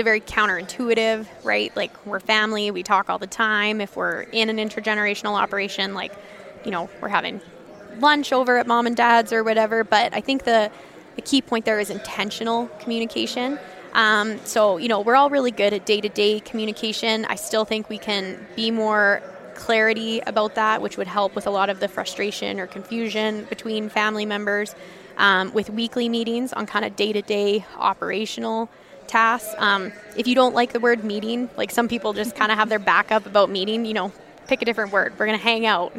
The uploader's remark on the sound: This episode was recorded at the 2023 Canadian Beef Industry Conference in Calgary this August.